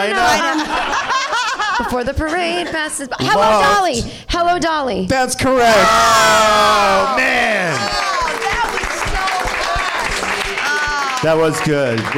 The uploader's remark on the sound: Live from the NerdMelt Showroom in Los Angeles